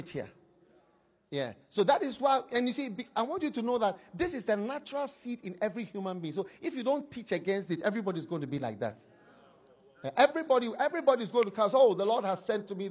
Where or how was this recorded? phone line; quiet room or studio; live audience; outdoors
live audience